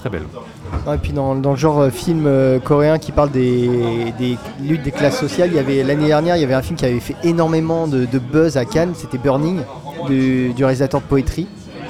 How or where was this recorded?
busy venue